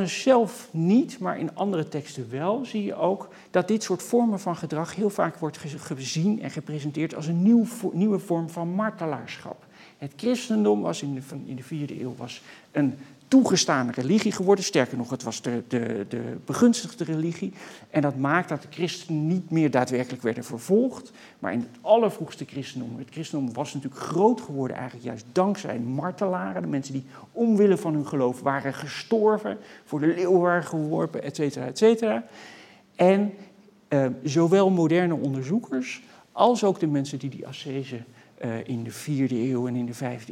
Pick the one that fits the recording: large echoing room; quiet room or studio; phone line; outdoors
large echoing room